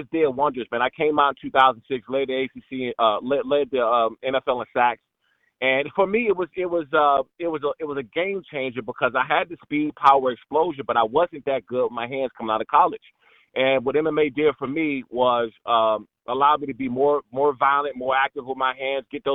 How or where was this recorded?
phone line